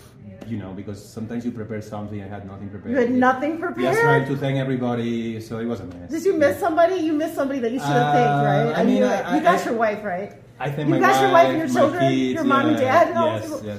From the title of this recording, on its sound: Live from 2024 Sundance Film Festival